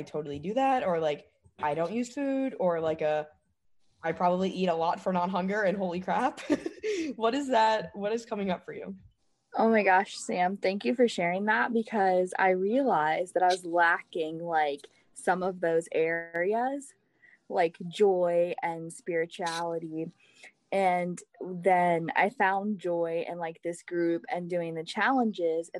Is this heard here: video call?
yes